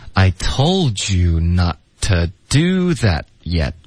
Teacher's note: that 的 t 省略 yet 的 t 也省略